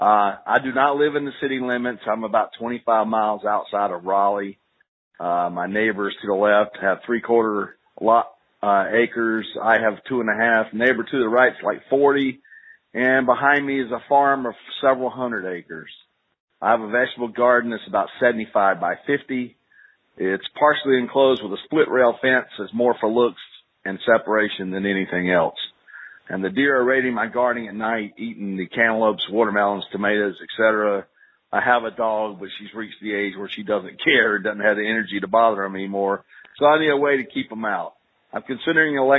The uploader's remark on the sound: Listener Calls